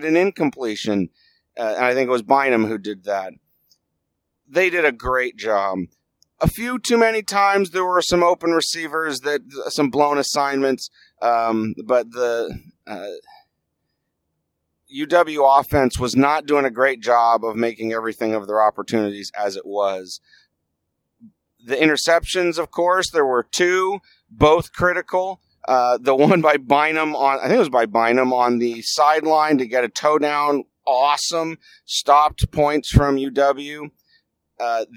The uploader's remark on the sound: Here’s the podcast I recorded on the road home. Can you tell I was yelling at lot at the game?